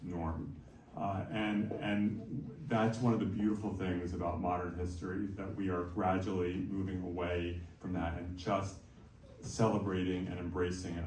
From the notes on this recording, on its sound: recaps Proud Stutter’s annual gala with some clips from the evening